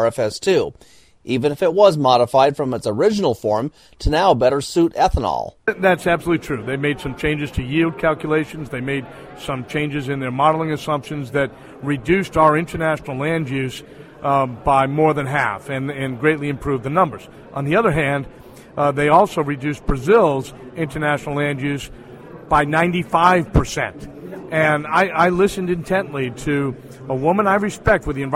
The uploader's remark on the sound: We hear some of what was being said about the new RFS2 rule at the recent national biodiesel and ethanol conferences.